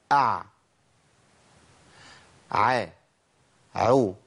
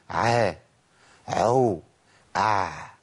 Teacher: بعبع العين يعني اظهر فيها الجهر، انقطاع النفس · Shown in: first take · امنع النفس تماما، ما تخليش النفس يطلع مع العين. قول كده ع ع عو، ما قولش ع عو ع.